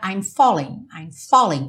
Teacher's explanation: O fo seria muito mais forte do que o ling. Mas aqui, pela métrica da música fica I'm falling, I'm falling.